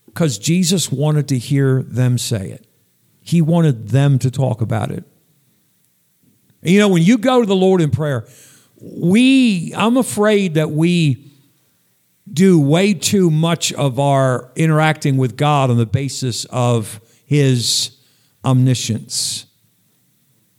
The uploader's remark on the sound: Sunday night message at Northeast Baptist Church, Danbury, CT